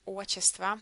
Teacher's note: you don't need to pronounce the second letter in this word, отчество. You just drop it in pronunciation, but you spell it with Т.